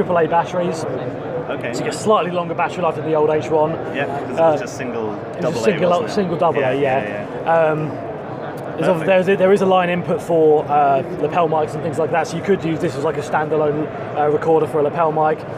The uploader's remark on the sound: This is from when I was at BVE expo today in London